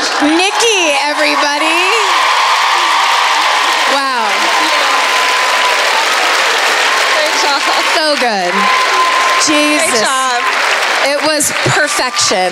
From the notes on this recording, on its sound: Live at the Sony Centre in Toronto (Night Two).